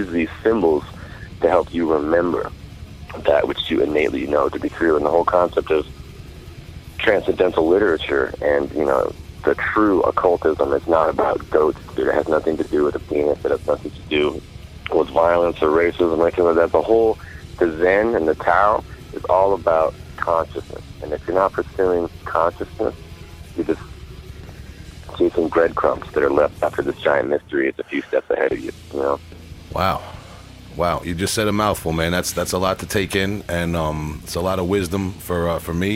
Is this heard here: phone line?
yes